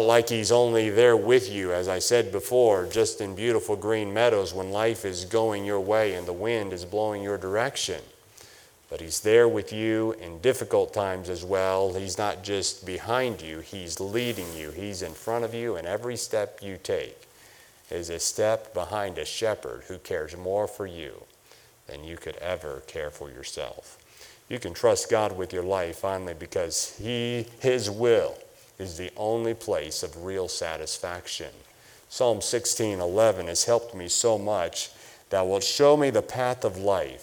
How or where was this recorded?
large echoing room